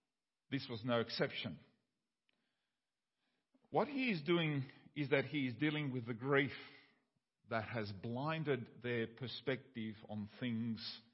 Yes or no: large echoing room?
yes